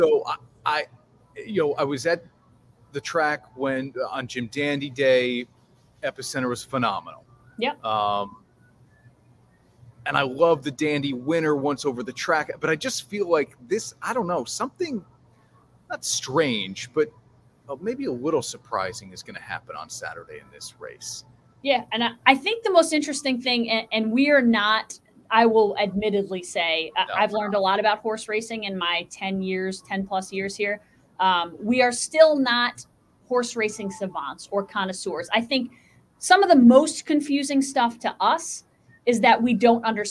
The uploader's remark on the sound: LIVE From Minogue's Beverage Center